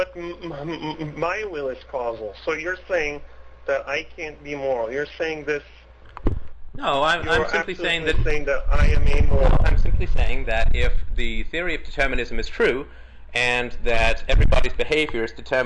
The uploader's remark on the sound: Call In Show